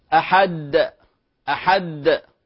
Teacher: المبالغة في القلقلة وتحويل حرف القلقلة الساكن إلى مشدد